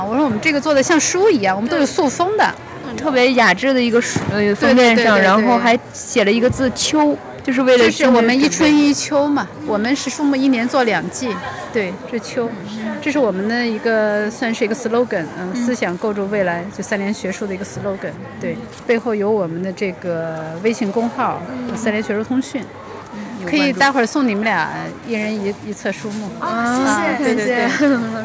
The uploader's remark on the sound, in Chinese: 大雨里的图书市集。本期节目是活字电波与 2023 北京图书市集·秋季场共同发起的一期节目。以“串摊儿”的方式，在现场随机采访了多家出版品牌练摊儿的编辑，及路过的读者和听友。制作了这期现场感满格的节目，百分百记录了本届图书市集的现场氛围。